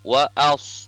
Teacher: Jadi wa'als, tidak wa'as. Kalau wa'as itu sin, bunyi huruf sin, sementara huruf sod sukun itu dilafazkannya wa'als ya.